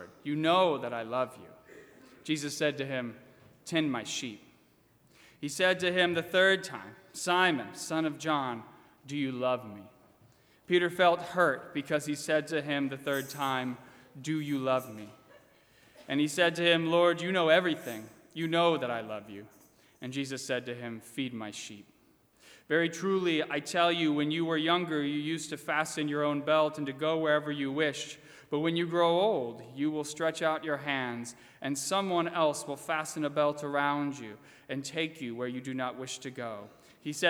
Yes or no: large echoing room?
yes